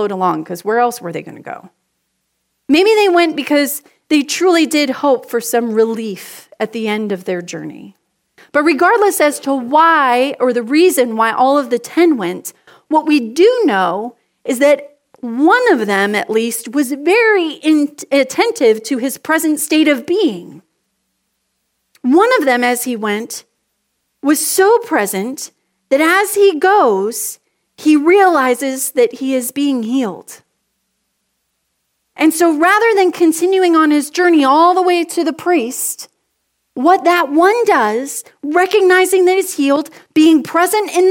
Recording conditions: large echoing room